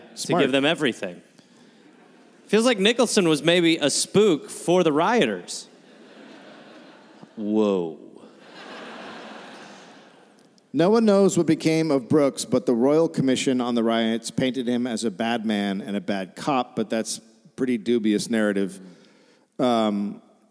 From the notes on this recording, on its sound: Recorded at Hamer Hall live in Melbourne